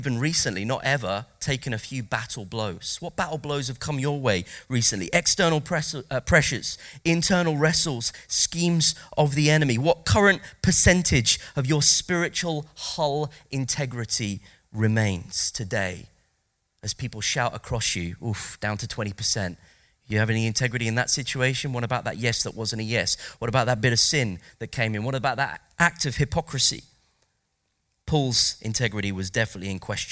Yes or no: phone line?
no